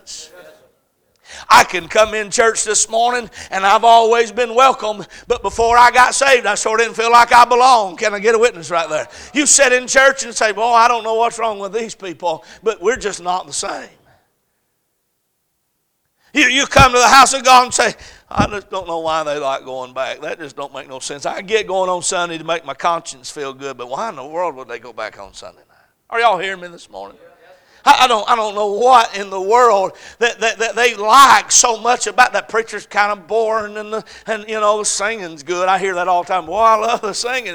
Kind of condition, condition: setting, large echoing room